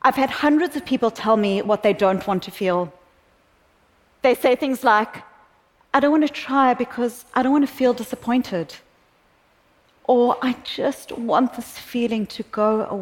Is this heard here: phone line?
no